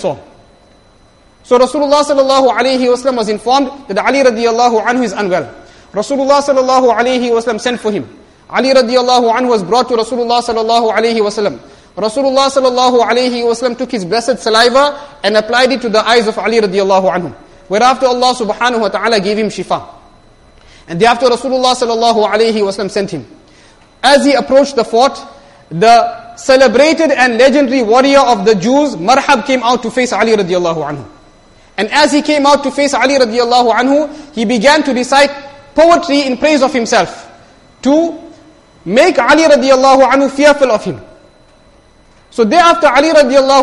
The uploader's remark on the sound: Jumuah lecture